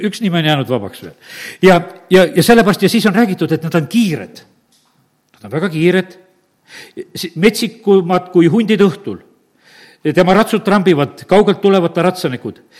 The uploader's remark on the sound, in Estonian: Audio salvestus koosolekult